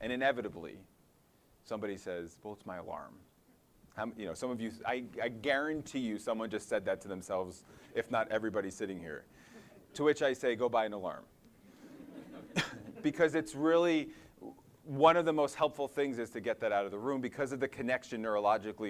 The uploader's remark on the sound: audio from a symposium presentation he delivered at the 2019 RWJBarnabas Health Summer Athletic Training Personal Development Symposium